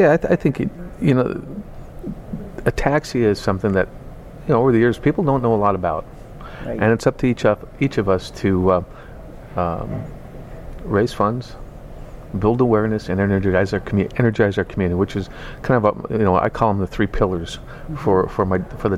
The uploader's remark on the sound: Live at #2018AAC